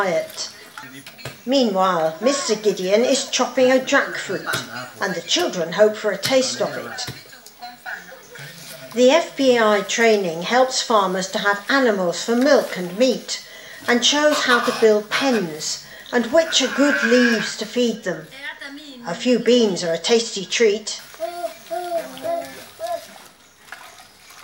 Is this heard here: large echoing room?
yes